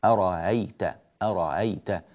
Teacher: فهي مسهلة بين الهمزة والألف، أرأيت، أرأيت، ولا تقلب هاء ولا تقلب ألفا ولا تعود همزة. · Term: تسهيل